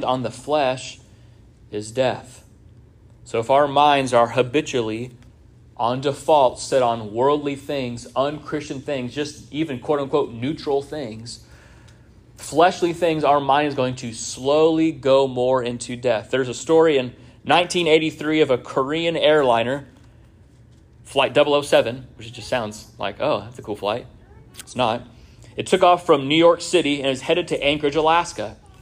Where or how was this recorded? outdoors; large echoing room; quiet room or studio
large echoing room